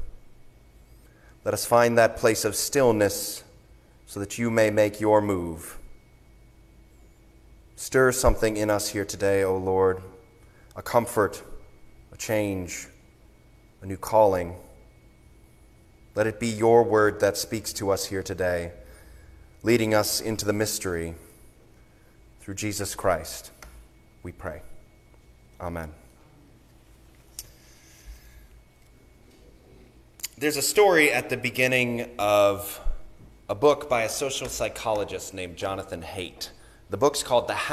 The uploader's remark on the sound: Sermon recorded on the Third Sunday of Advent